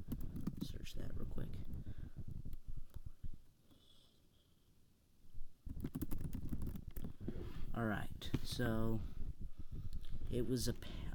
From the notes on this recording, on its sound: Very quiet, so listen with headphones for the best experience.